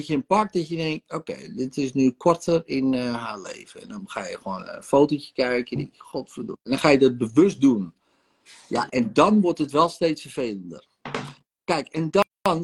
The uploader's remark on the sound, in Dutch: De audio deel ik op de podcast.